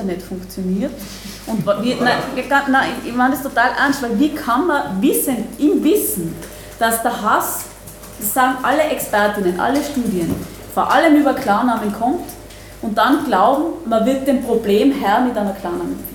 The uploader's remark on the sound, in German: Mitschnitte von der Veranstaltung von Mittwoch 11. In der Wiener Digital Society.